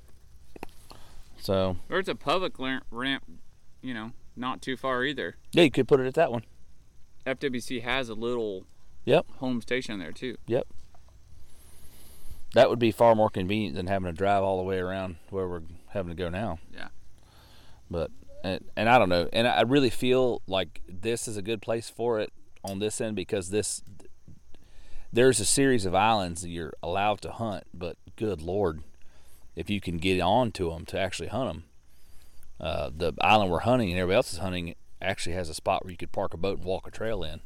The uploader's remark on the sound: we take the recording out into the field and around the fire at our makeshift deer camp